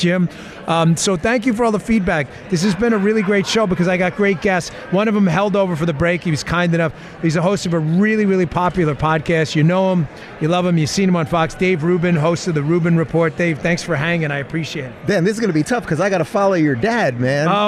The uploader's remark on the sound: Live from the Patriot Awards in Hollywood Florida